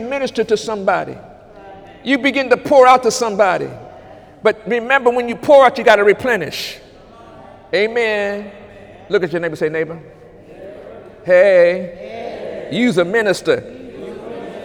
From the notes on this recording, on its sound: During Sunday morning service on August 26, 2018